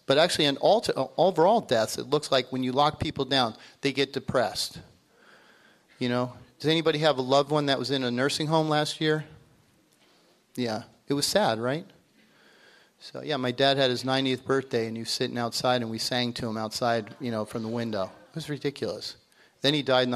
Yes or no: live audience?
yes